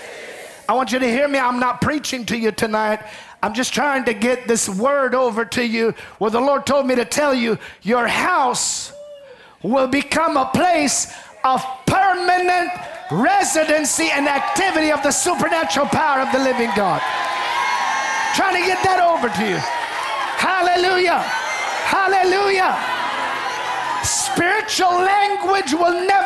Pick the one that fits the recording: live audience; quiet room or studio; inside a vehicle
live audience